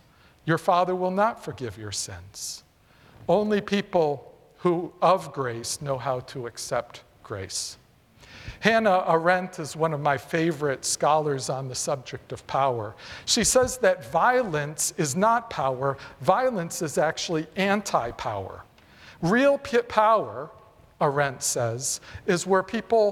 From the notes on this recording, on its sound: presented by Asbury Seminary Kentucky Chapel, recorded on Tuesday, September 5, 2023 at Asbury Theological Seminary's Kentucky campus